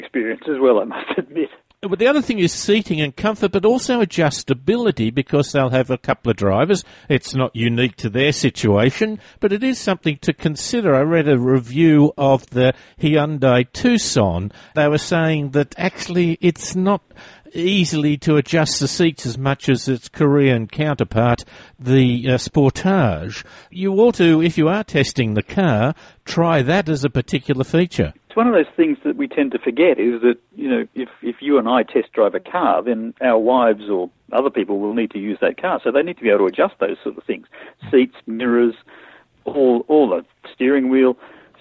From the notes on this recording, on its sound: A listener called in and asked about buying an SUV. He joins us on the line.